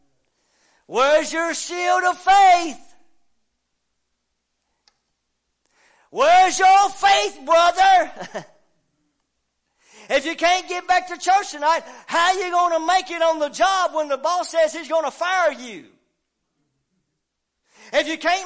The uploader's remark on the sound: WELCOME TO OUR LIVE SERVICE. Preaching at Family Worship Center in Athens Tennessee. We own a CCLI license CSPL080184 to stream our music live over the internet.